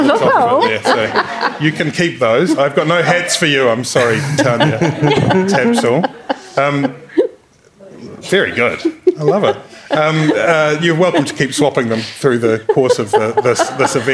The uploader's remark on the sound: Star-studded live Tauranga special. To cap off a tremendous Escape Festival in Tauranga. Before a live audience.